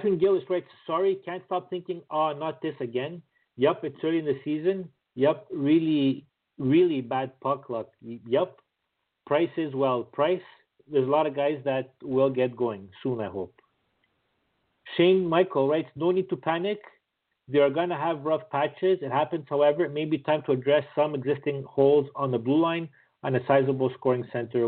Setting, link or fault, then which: link, phone line